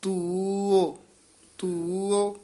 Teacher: ਇਹ ਤੂੰ ਉਹ ਊੜਾ ਖੁੱਲੇ ਮੂੰਹ ਵਾਲਾ ਨੀ ਬੋਲਣਾ ਤਦੇ ਦਲੈਂਕੜ ਵਧਾ ਕੇ ਊੜਾ ਬੰਦ ਮੂੰਹ ਵਾਲਾ